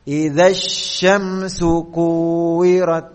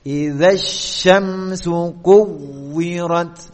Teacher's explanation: Pada wawu yang bertasydid itu kita naber. Naber itu dengan menaikkan suara. · Shown in: second take